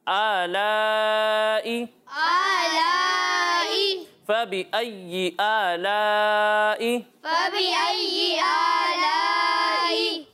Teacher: تو اسے ہم دو یا پھر ڈھائی الف تک کھینچ کر پڑھیں گے. اسے ایک الف تک کھینچنا ہے اور اسے دو یا پھر ڈھائی الف تک کھینچ کر پڑھنا ہے · Term: مد متصل